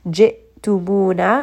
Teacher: hamza has jahar, meaning it has a little bit of a jerkiness. Jittumuna, mu is a two count mad, na is a two count mad, fura is a two count mad, da is a two count mad.